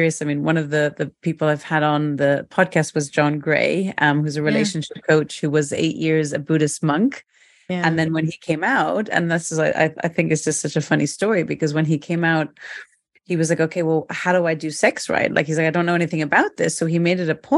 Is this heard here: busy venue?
no